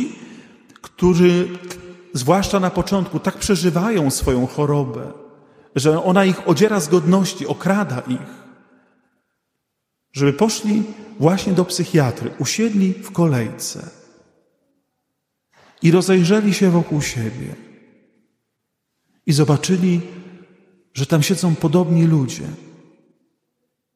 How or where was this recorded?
large echoing room